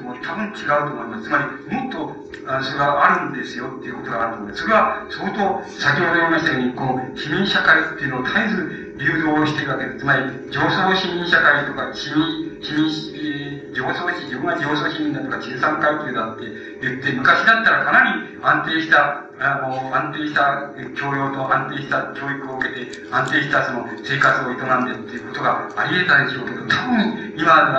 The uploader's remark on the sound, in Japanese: 音質：。場所：四谷公会堂。いま、性と労働を問う のシンポジウムでの講演。パネルディスカッションを収録。テープチェンジのため音が欠ける。音質はあまりよくない。